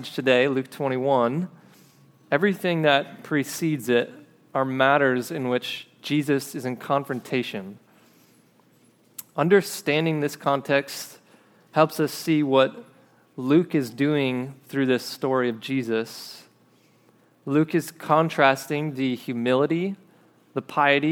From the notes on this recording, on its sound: This episode is a recording of a sermon preached at River City Church in Fargo, ND